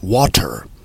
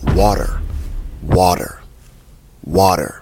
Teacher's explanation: So instead of it sounding like t, t, t, t, t, it's reversed and it's flapped around and it has a D sound to it · Shown in: second take · Term: flap T sound